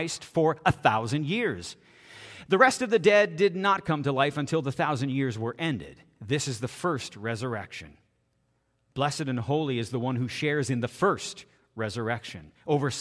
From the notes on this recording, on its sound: This is audio taken from the April 30, 2023 Sunday sermon at FBC Charlottetown PEI Canada.